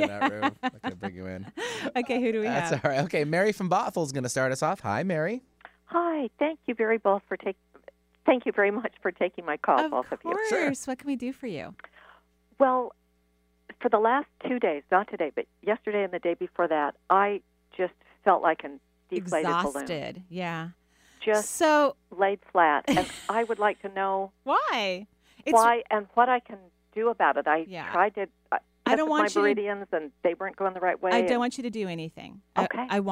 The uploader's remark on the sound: Today on this call in show